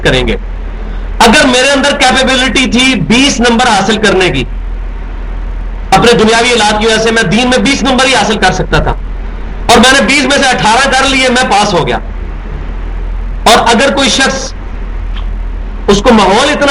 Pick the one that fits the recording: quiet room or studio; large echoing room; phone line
large echoing room